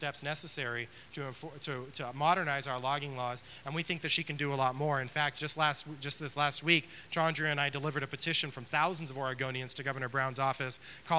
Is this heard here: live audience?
yes